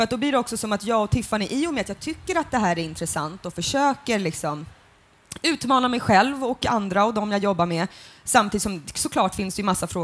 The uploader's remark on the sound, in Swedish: Avsnittet spelades in på Göteborgs filmfestival den 1 februari 2016.